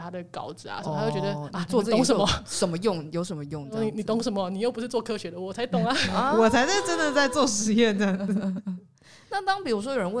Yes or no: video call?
no